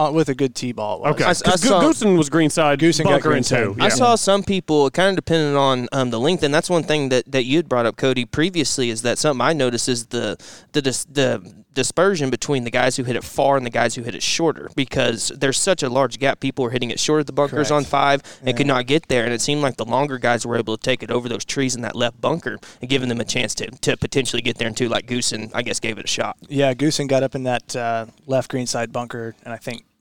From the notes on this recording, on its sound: LIVE FROM SOUTHERN HILLS. Talking to several players after their rounds.